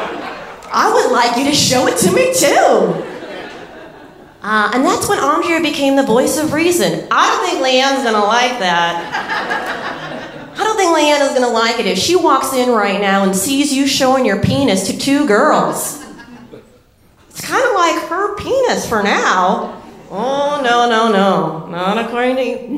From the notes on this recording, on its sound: Live From North Carolina! Our wonderful show from the North Carolina Comedy Arts Festival in February.